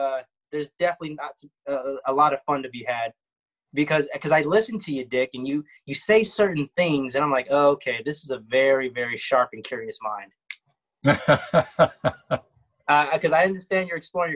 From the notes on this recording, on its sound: This podcast was recorded via zoom